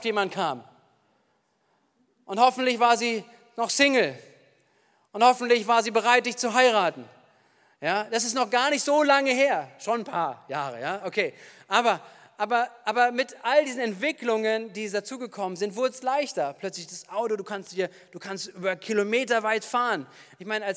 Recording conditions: large echoing room